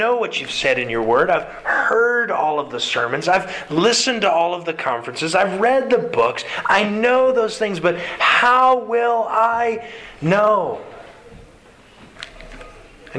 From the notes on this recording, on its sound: Sermon delivered to the Galena Bible Church